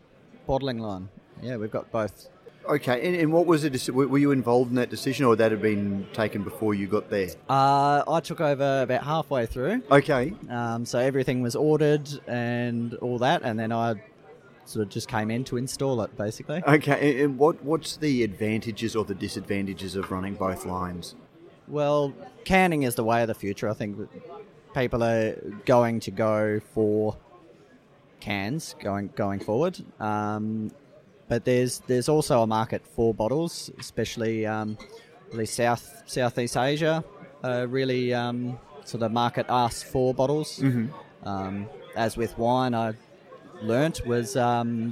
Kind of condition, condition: setting, busy venue